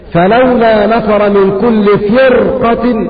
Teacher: نجد أن الراء مفخمة لأن بعد الراء الساكنة قاف. إذا الراء تفخم إذا كان بعدها حرف من حروف الاستعلاء وهي ساكنة بعد كسر.